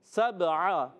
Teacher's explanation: عین کو حلق کے درمیان والے حصے سے ادا کریں گے عین کو حمزہ سے نہیں بدلنا اس چیز کا خاص خیال